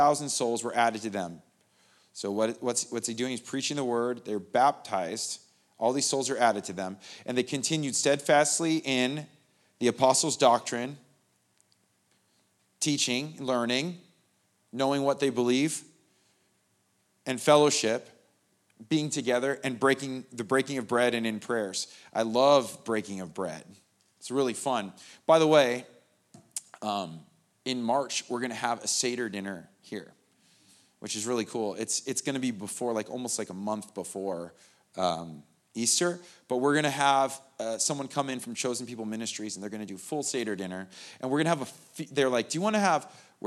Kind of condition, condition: setting, large echoing room